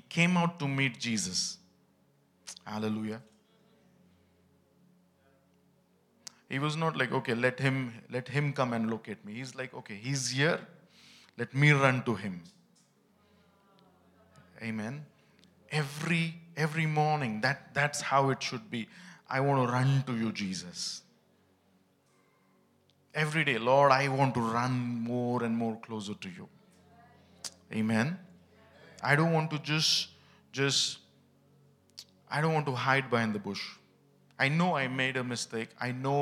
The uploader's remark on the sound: ministering at HISnearness Church, Bangalore at the Celebration Service